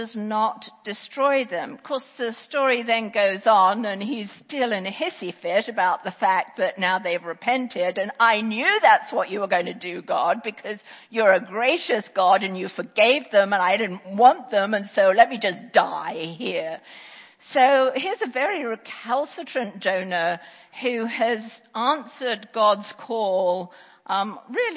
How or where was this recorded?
large echoing room